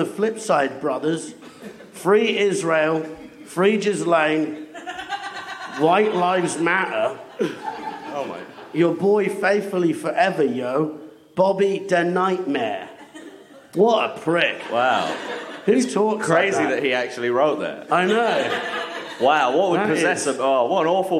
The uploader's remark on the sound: Live At Cheerful Earful Podcast Festival. Thanks to NextUp Comedy for the recording and stream of the show.